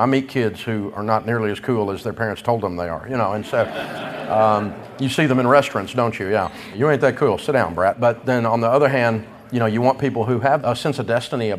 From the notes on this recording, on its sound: We’re broadcasting live from EntreLeadership Summit in Orlando, Florida, this week.